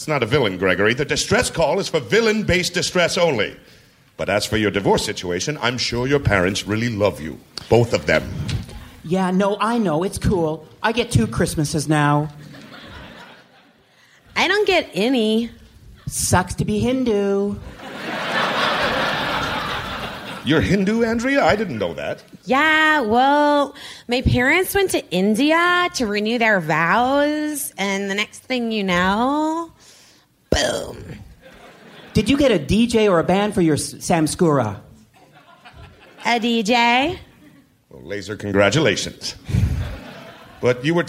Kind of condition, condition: setting, live audience